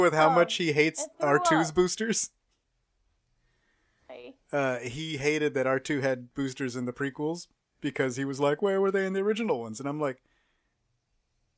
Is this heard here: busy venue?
no